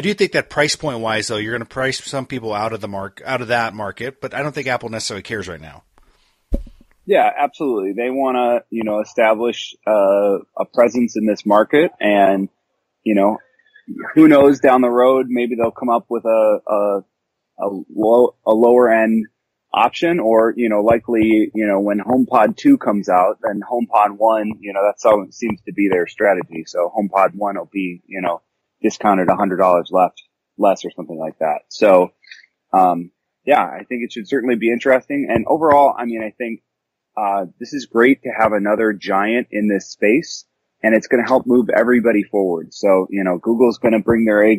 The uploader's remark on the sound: I caught up by phone. From WWDC.